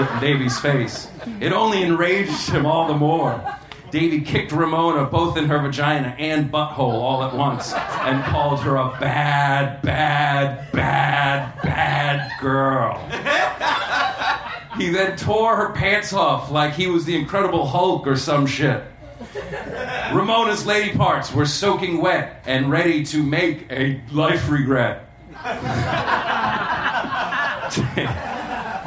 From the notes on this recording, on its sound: At The Virgil in Los Angeles.